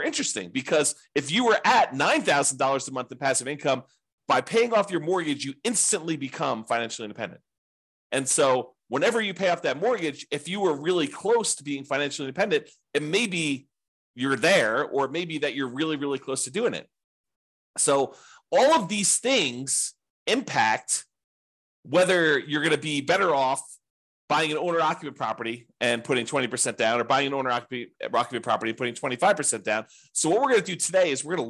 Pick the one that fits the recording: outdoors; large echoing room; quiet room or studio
quiet room or studio